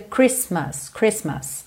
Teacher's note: a gente não pronuncia esse T do meio